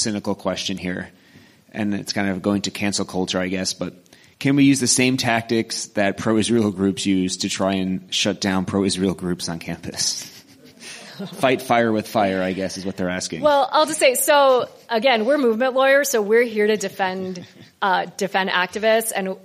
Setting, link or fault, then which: setting, busy venue